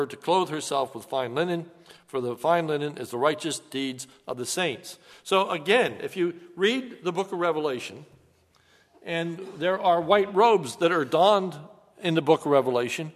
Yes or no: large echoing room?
yes